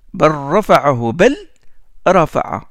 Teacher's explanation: On rentre le lam qui porte le sukun à l'intérieur du ra. Et on oublie le lam.